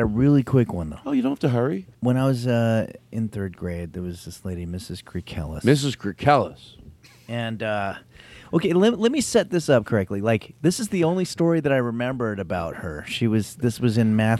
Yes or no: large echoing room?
no